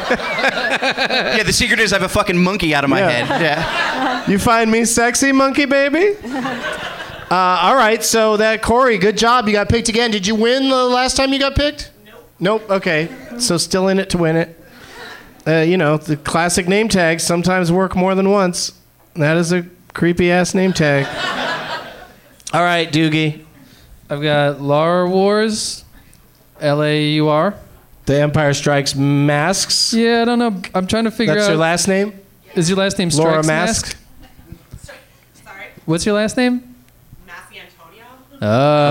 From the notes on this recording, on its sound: Live from Helium Comedy Club in Philadelphia